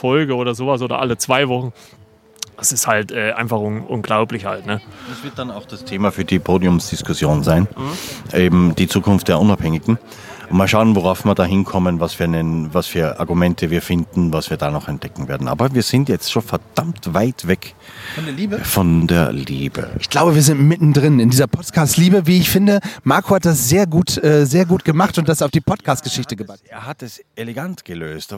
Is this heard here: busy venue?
yes